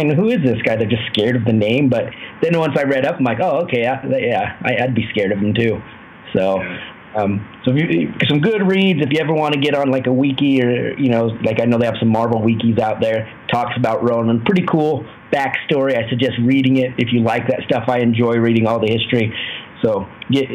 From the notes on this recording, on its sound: We apologize for the poor audio on this one. Not quite sure what happened.